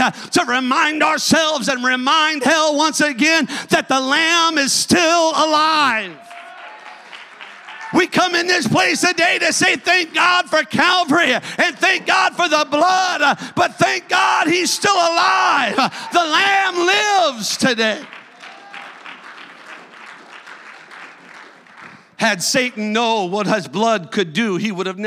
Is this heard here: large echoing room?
yes